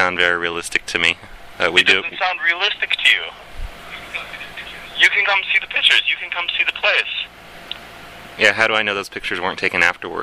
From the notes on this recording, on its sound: Prank Phone Calls Collection